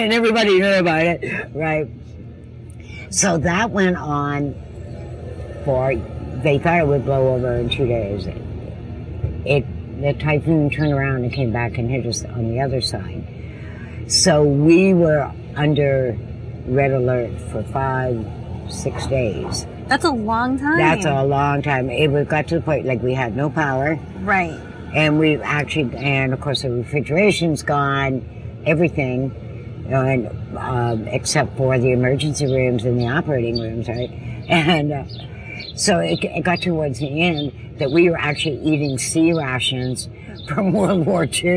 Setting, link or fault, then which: setting, outdoors